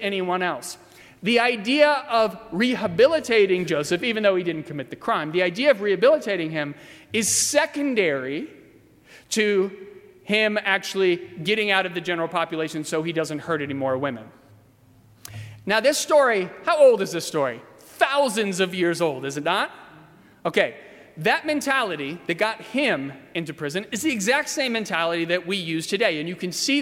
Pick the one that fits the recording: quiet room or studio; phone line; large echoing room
large echoing room